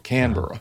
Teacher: the proper Aussie pronunciation is Canberra, emphasis on the first syllable